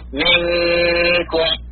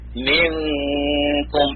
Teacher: تكسر الميم ثم تنتقل للحرف المخفى · Shown in: second take · للنون المخفى، تنتهي من الميم تنتقل للحرف المخفى.